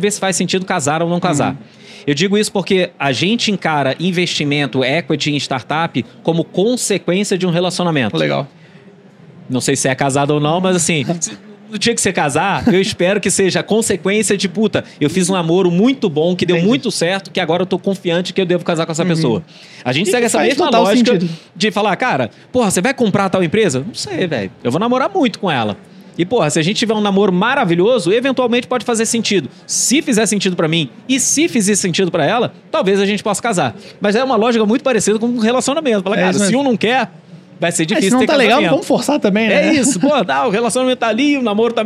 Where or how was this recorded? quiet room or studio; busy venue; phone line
busy venue